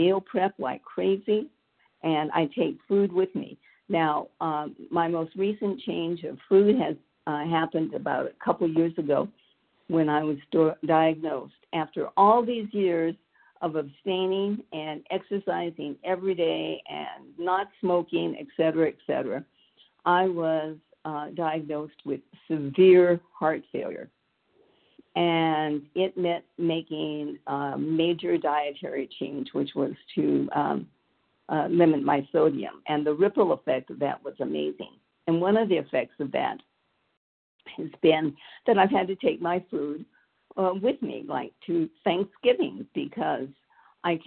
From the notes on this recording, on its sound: the 100 Pounders Phone Meeting, 5/19/23